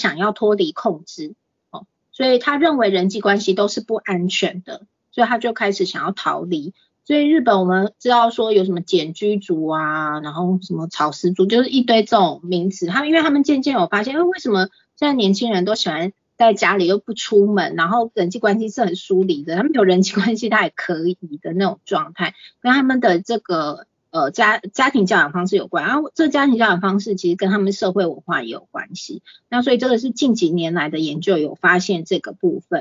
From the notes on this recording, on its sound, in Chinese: 此為線上課程錄音檔！